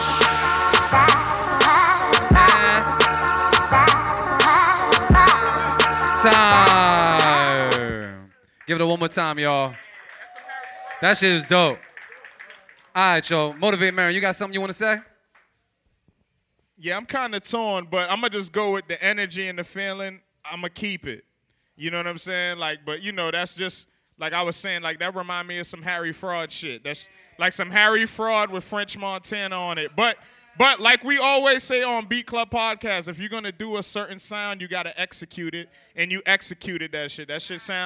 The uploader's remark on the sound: The Beat Club Podcast LIVE stopped by WonderBar in Allston, MA, to put on our monthly live show for producers. New faces & new beats were in the building during our open producer showcase, plus new competition hit the stage during "Keep It or Cut It" Live.